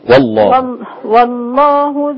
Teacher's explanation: ما تبدأيش اللام رقيقة في اسم الجلالة، اللام مغلظة. والله اللام مغلظة يعني.